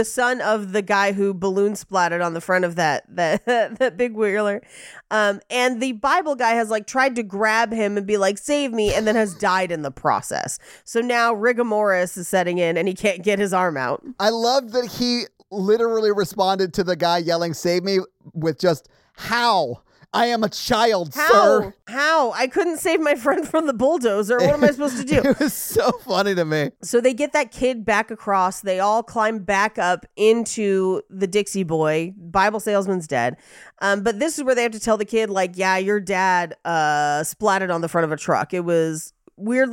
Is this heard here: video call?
no